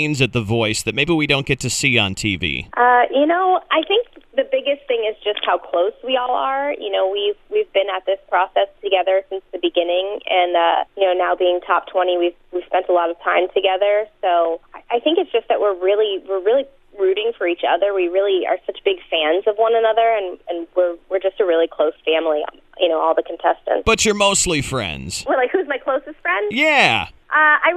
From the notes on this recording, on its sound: called in to The Point Morning Show